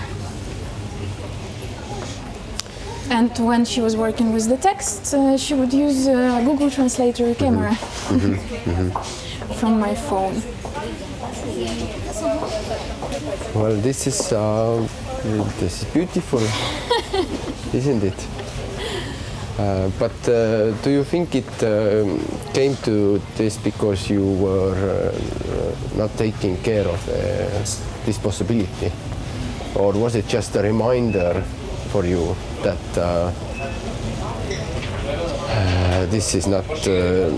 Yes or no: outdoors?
yes